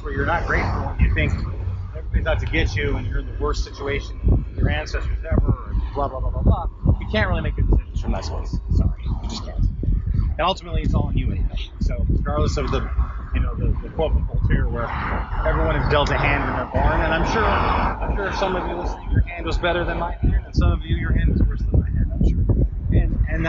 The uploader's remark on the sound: Terrible sound quality and early thoughts.